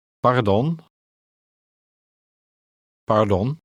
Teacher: Note the sound of the Dutch R in the middle of the word. It is pronounced with a slight trill.